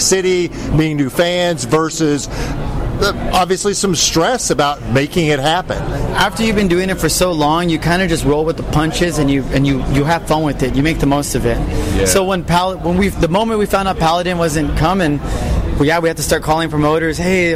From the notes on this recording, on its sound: interview recorded prior to the band's performance at Mad With Power Fest